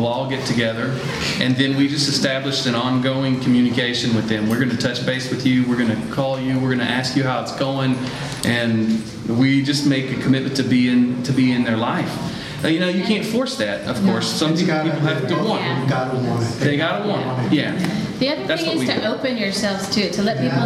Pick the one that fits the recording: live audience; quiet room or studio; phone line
live audience